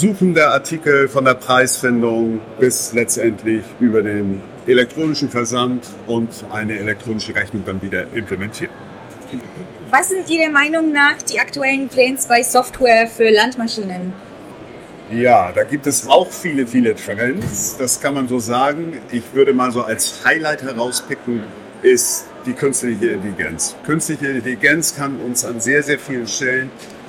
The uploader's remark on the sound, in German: LECTURA ist derzeit auf der Messe Agritechnica 2023. Hören Sie sich unser Live-Gespräch mit Ausstellern.